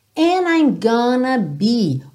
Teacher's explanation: O and com o I ele juntou aqui pela letra N, por isso você não ouve bem o D, tá? Poderia, não seria de forma alguma errada você dizer and I, and I'm gonna be.